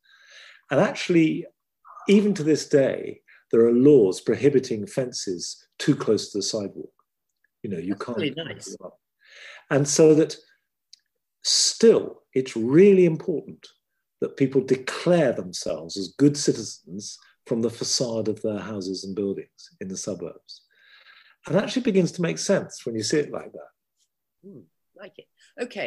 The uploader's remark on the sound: This talk was recorded at the online 5x15 event on 2nd September 2020.